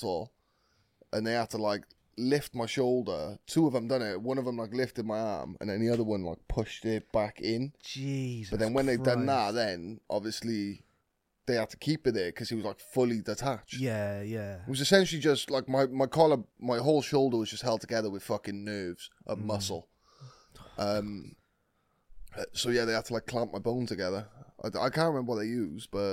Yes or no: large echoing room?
no